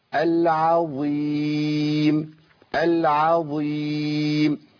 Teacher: عين مرققه، ظاء مفخمه